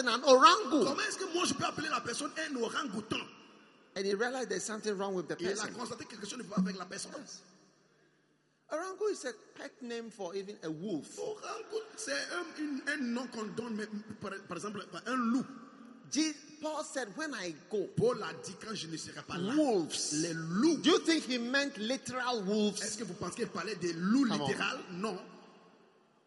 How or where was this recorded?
live audience